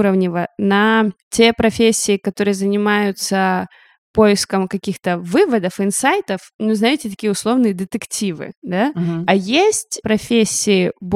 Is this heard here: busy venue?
no